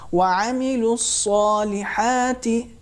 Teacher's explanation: صحیح تلفظ یہ ہے کہ صاد تفخیم کے ساتھ ادا ہوگا، لیکن حا میں تفخیم نہیں ہے، تو صحیح تلفظ یہ ہے وَعَمِلُوا الصَّالِحَاتِ، انہوں نے پڑھا صالحات، حات نہیں ہونا چاہیے، صالحات.